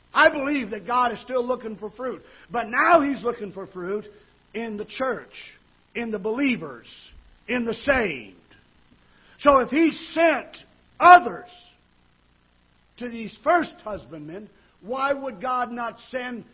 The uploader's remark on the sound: Ketha Heights Baptist Church ~ Live Broadcast